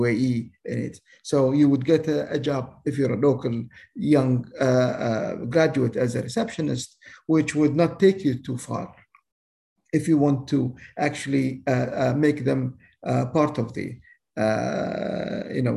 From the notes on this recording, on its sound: This public talk was conducted online via Zoom on Thursday, 5 May 2022, from 8.00 pm to 9.30 pm (SGT).